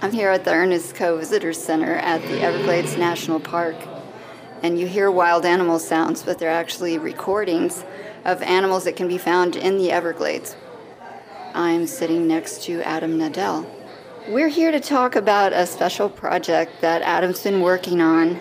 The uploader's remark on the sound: South Florida’s subtropical wilderness inspired us to stage a remote radio broadcast from the Everglades. We brought live and pre-recorded conversations with artists, scientists, rangers, educators and Miccosukee activists to a live audience on the porch of the Ernest F. Coe Visitor Center.